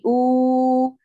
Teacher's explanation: الواو المادية بيعمل الجوف مع ضم الشفتين، فتقولي أو، فالجوف يعمل وكذا الشفتين يعملان.